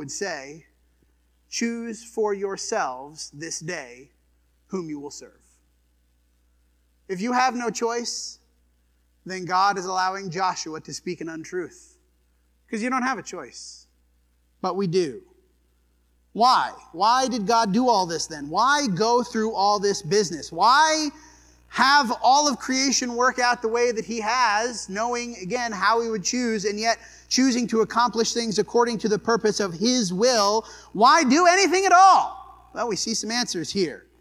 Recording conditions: large echoing room